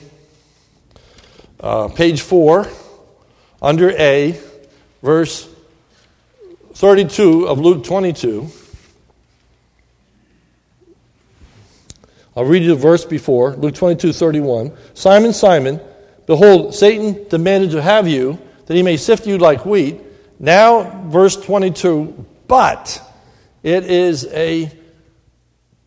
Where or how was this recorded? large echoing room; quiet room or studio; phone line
large echoing room